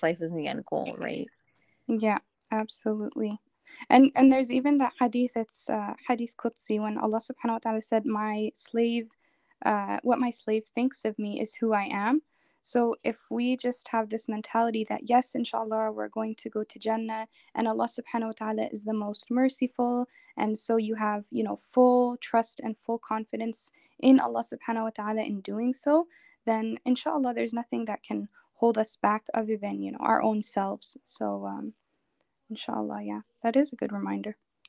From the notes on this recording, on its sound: I apologize in advance for the technological glitches you might hear. I've definitely learned my lesson about recording with others!